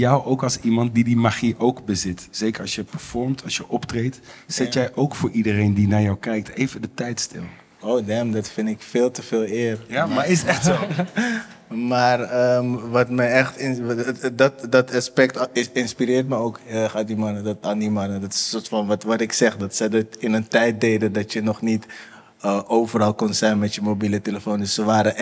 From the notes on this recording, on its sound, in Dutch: De tweede aflevering is live opgenomen tijdens een door SLAA georganiseerd buurtdiner in de Bijlmermeer. Tijdens het eten maken buurtbewoners en andere nieuwsgierigen kennis met elkaar en luisteren ze naar een verhaal uit hun buurt.